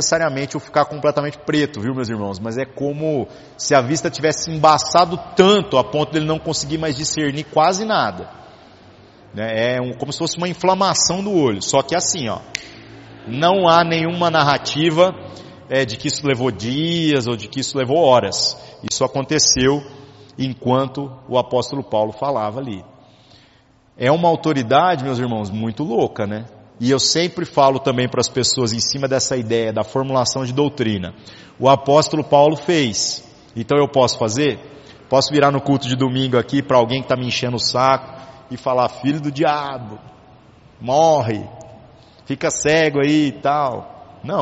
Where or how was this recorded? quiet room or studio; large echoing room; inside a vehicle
large echoing room